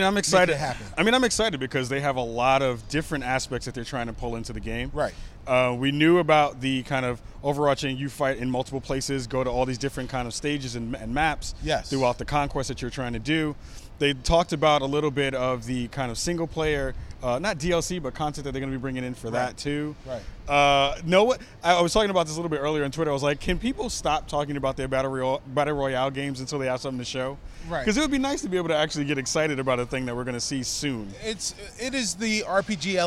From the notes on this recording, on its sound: We are live from E3 2018 and are at the EA conference and EA Play event